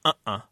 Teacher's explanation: they have what's called a glottal stop in them. That thing that comes after the uh-oh or an uh-uh.